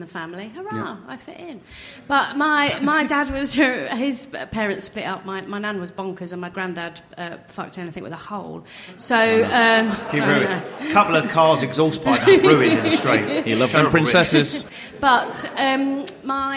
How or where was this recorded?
live audience